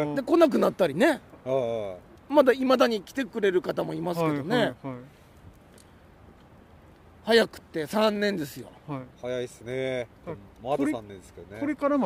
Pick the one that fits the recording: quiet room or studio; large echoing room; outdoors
outdoors